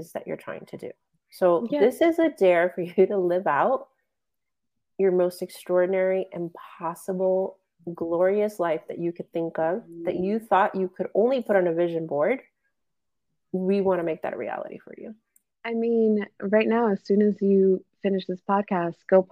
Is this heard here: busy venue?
no